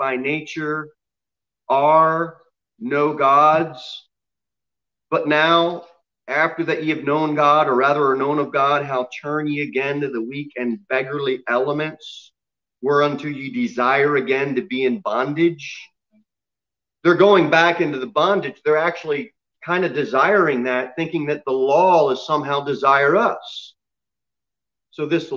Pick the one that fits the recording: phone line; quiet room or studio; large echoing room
large echoing room